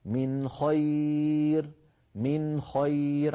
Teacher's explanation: من خير نون ساكنة بعدها خاء، ونحن نعلم بأن النون الساكنة إن أتى بعدها حرف حلقي والخاء منها، أظهرت النون إظهارا من غير زيادة في الغنة